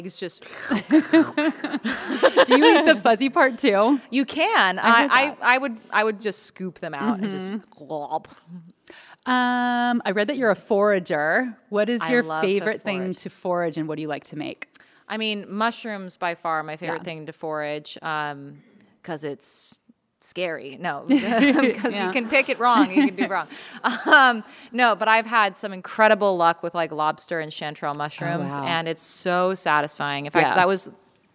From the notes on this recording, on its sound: on stage in Seattle for a live podcast recording